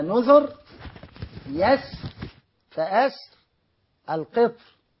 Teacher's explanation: كل هذه الراءات دائرة بين التفخيم والترقيق وإن كان الترقيق أولى